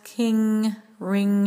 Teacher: The tip of the tongue stays behind the lower front teeth, and the back of the tongue, if you really bring in awareness, king, ring, it raises and gently leans against your soft palate